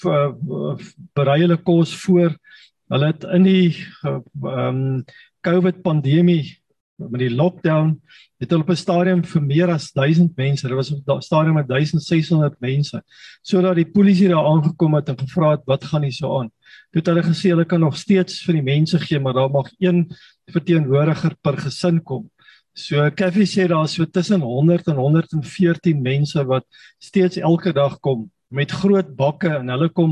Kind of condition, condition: link, video call